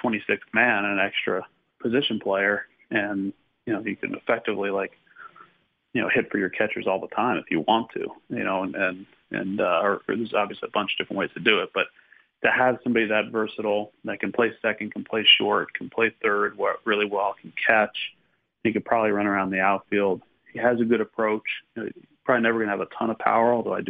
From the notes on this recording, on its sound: called in to the Ben and Skin show